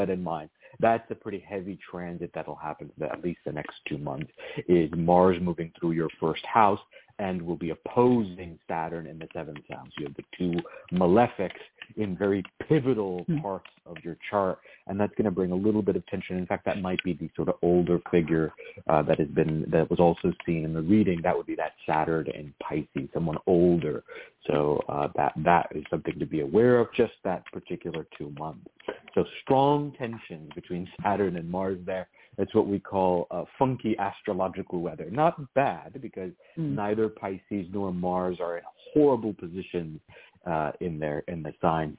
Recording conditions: phone line